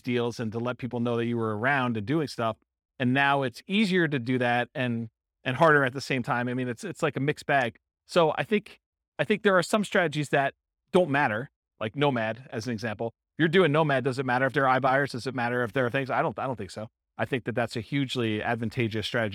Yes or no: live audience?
yes